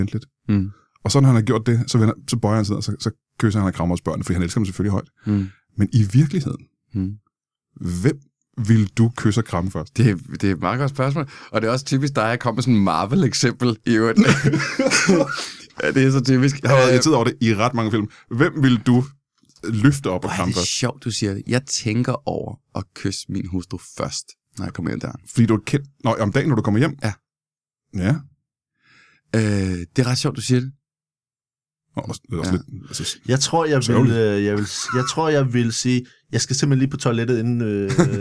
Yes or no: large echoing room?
no